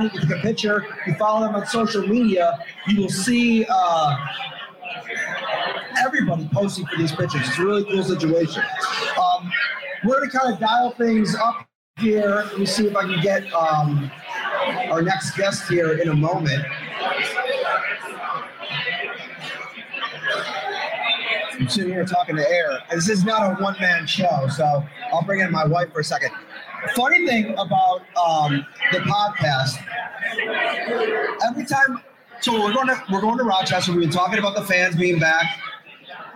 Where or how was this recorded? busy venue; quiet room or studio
busy venue